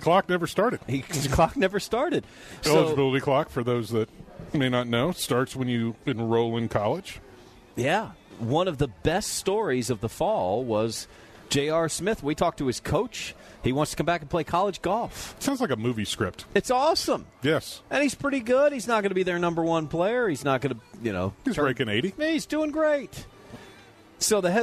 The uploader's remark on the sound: live from Fairway Social!